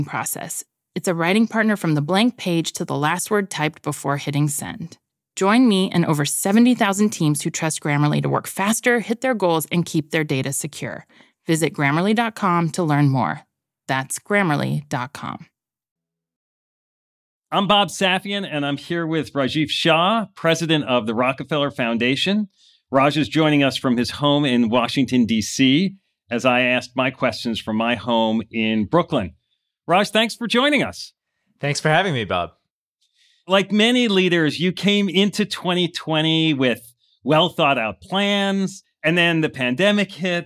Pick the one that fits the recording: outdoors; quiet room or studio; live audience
quiet room or studio